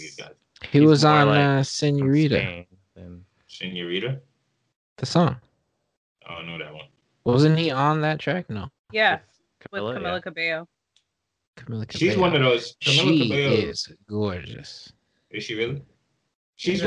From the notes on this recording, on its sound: Another ZOOM/SKYPE episode.